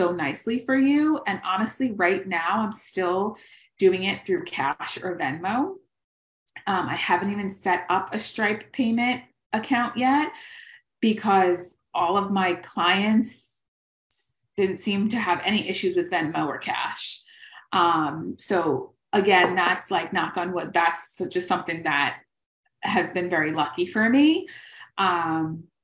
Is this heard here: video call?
yes